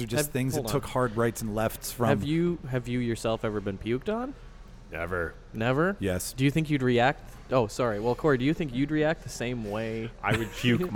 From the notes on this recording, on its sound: We go live from The Park Theatre for Cult Movie Night #2.